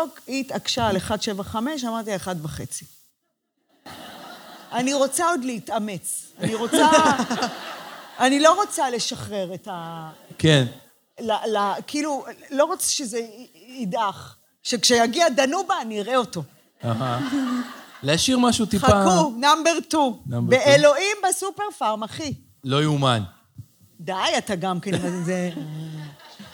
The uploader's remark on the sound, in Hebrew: פרק לייב - הגרסה המצונזרת.